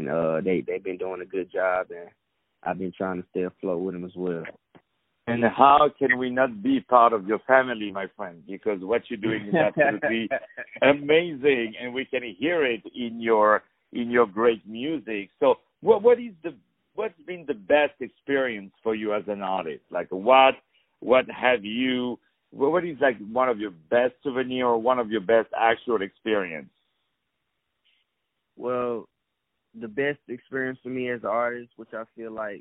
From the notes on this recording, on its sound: On the phone.